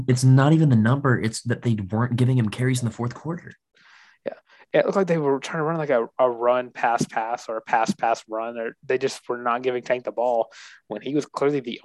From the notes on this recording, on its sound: the Zoom edition of The Benchwarmer's Podcast